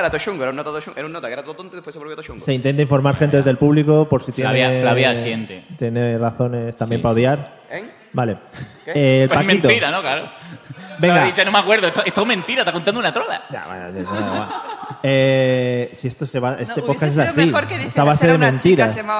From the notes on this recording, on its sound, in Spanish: Episodio muy especial grabado en directo en las XI Jornadas de Podcasting en Málaga.